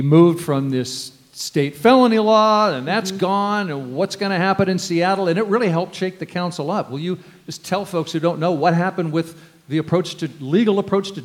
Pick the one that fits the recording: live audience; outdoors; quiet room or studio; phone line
live audience